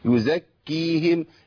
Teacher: حققت مخرج الكاف بقطع الصوت، يزكيهم، لكن لو ما عملتش كده تبقى ايه؟ · Term: الكاف المشدده